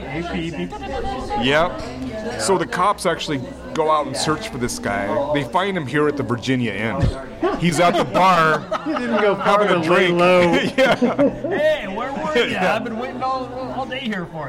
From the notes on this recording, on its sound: Virginia Inn in Pike Place Market. Recorded live at Virginia Inn on 04/19/2023.